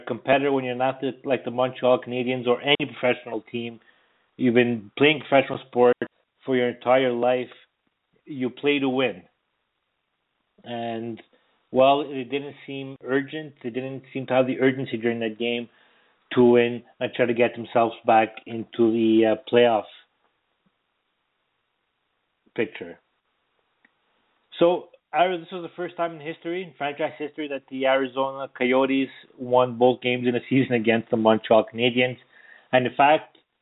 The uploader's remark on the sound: we take your phone calls